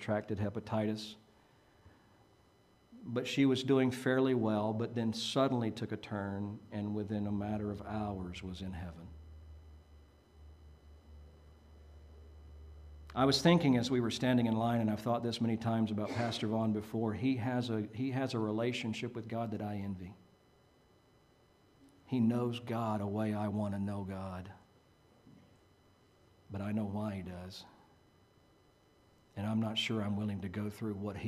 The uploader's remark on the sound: Preached at Maranatha Bible Church